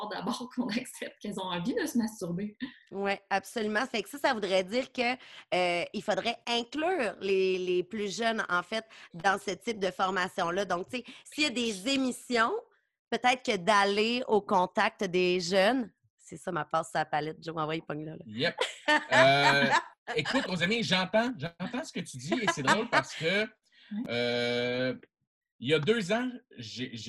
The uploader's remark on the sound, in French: La classe a eu lieue sur Zoom.